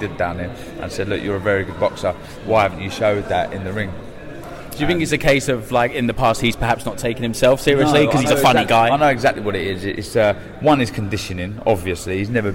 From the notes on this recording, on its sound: We were live at the open workout